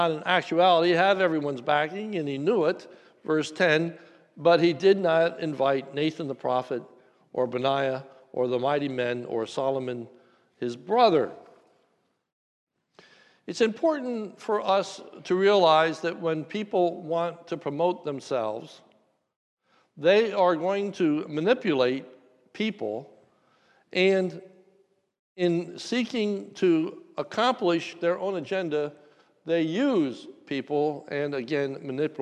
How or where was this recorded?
large echoing room